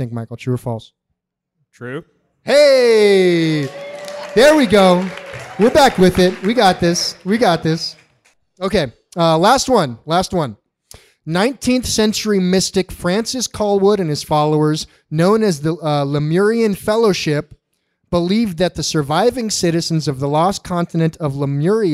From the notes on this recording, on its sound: Joined us for a live show in North Park. Cozied up to the beer fermenters in Original 40 Brewing.